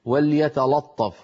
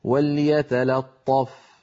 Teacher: وليتلطف يقول أحدهم وليتلطف، فهذا لا يصح، بل عليه أن يقول وليتلا. وليتلا بعد أن ينطق اللام مرققة ينتقل إلى الطاء المفخمة فيقول وليتلطف · Shown in: second take